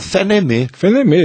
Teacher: se você for para o Nordeste, provavelmente você vai encontrar o E aberto